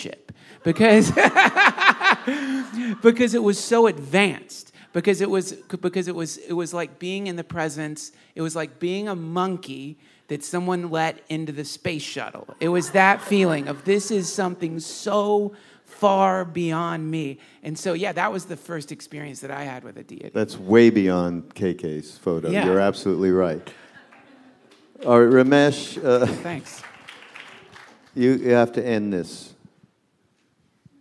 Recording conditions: live audience